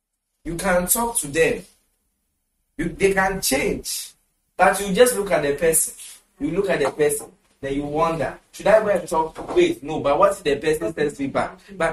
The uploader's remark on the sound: Conference for Love Arena Denomination held at the Love Arena Church, Ghana.